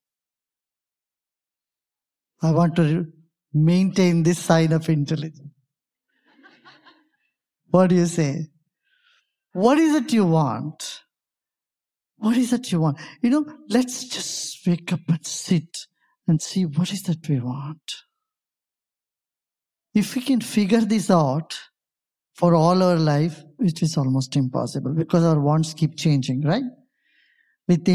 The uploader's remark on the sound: Live from Mindvalley's stage